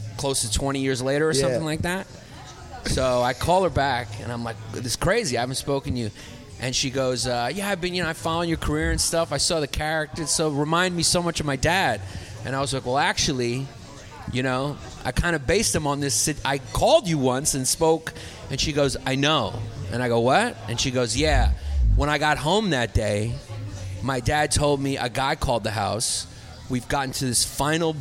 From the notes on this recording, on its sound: Recorded at the legendary Comedy Cellar.